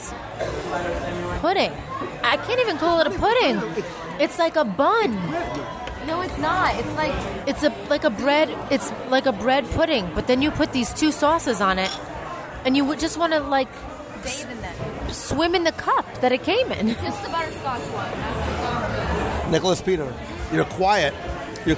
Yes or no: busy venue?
yes